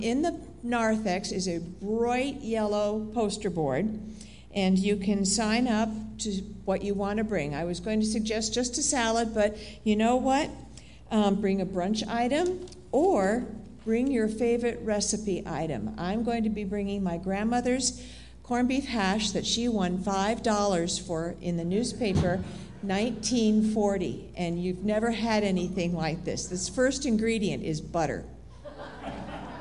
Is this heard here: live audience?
yes